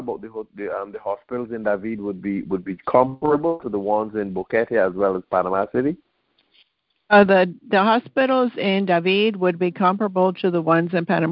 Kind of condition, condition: link, phone line